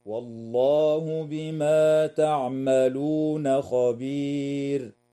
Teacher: تنتهي الآية عند كلمة خبير والوقف عليها من قبيل الوقف التام مع وجوب ترقيق الراء وقفا